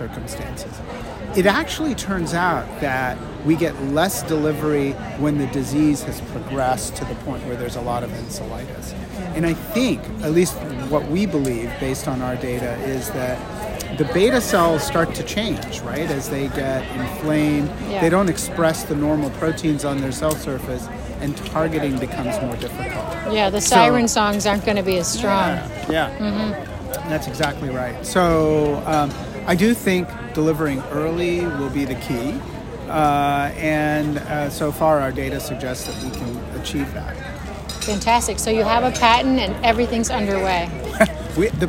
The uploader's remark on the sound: recorded during Day 3 of the nPOD 2024 scientific meeting